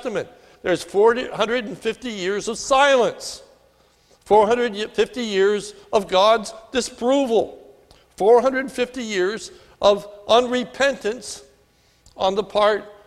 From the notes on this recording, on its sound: This sermon was recorded at the Lebanon Bible Fellowship Church in Lebanon, PA on 6/3/2018 during the evening service